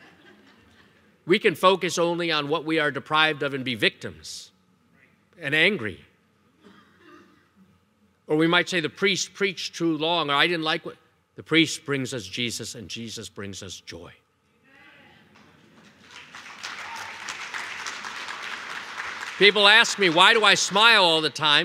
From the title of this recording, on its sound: Evangelization Leadership Conference Keynote Talk